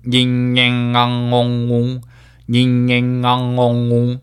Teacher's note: o u，但是都后面都加一个 ng 哈，发出 yin yang ang ongu， yin yang ang ongu，这个是非常好一个练习鼻腔共鸣的方式啊，因为 yin yang ang ong u 中间就包含了这个鼻腔的开关